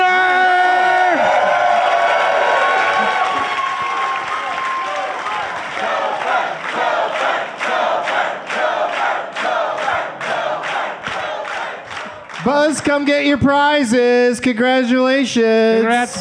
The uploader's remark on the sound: Live from the Comedy Zone in Charlotte